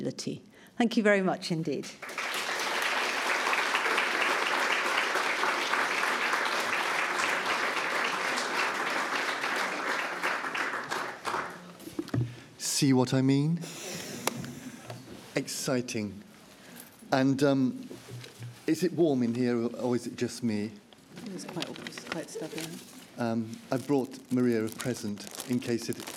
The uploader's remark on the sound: Lunch Hour Lecture on tour at the British Museum